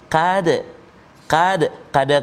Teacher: huruf qaf baris atas maka tebal lah kita baca qad jangan kita baca tipis · Term: sebutan tebal